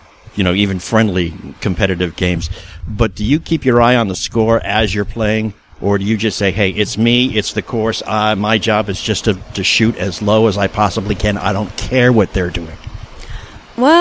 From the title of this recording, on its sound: Live from the AJGA Championship